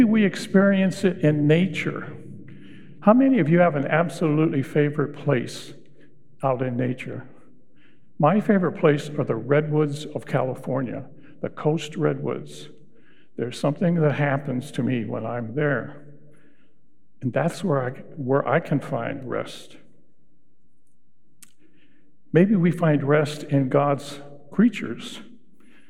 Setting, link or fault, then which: setting, large echoing room